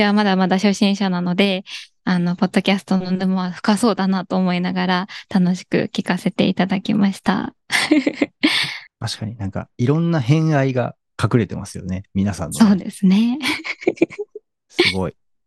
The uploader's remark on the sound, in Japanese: 10月12日夜にZoomで開催された第1回LISTENトークの第一部。想像していたよりもたくさんの方にご参加いただくことができ。